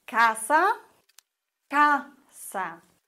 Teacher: Wörter, Beispiele dafür sind casa, casa, vorletzte Silbe. Das Wort endet auf Vokal, auf A, und die vorletzte Silbe wird betont. Das ist in dem Fall die erste, casa, und kein Akzent.